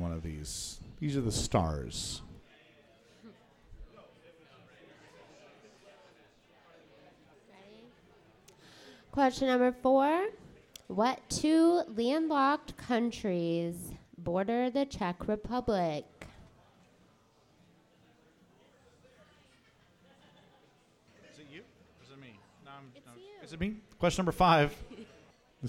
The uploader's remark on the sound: Recorded live at The Local 907 in Renton, WA!